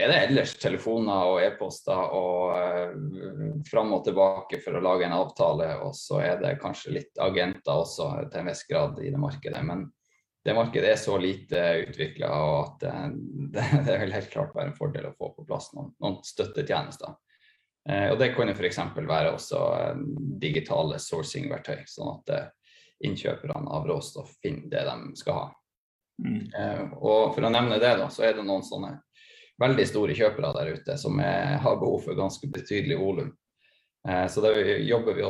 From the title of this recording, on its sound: Live Zoom